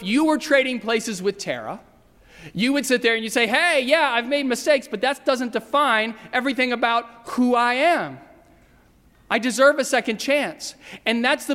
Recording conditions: large echoing room